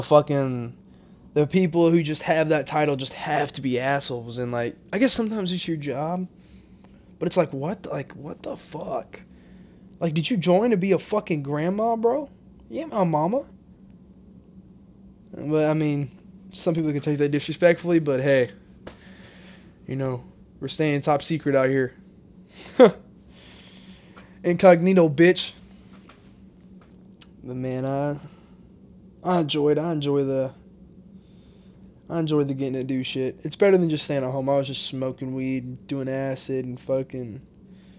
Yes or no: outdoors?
no